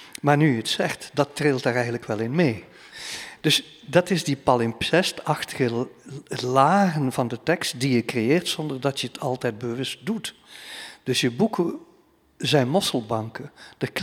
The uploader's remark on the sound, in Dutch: Deze aflevering van 'drie boeken' werd live opgenomen in de Belvedère, de bovenste verdieping van de Boekentoren in Gent.